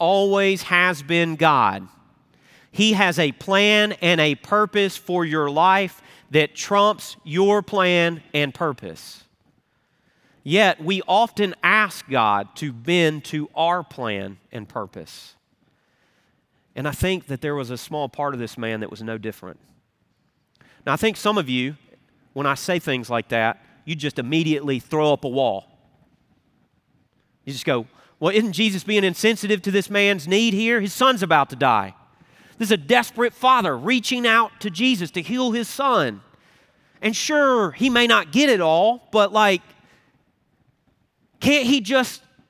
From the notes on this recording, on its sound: Recorded Live at Brookwood Church on 02.25.2024